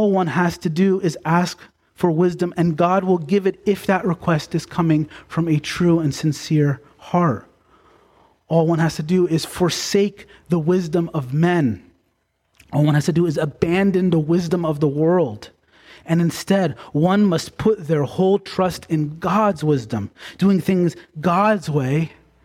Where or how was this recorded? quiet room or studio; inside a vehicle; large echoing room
large echoing room